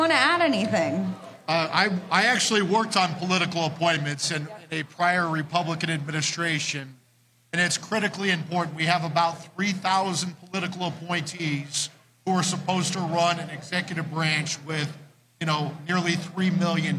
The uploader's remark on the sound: Live From CPAC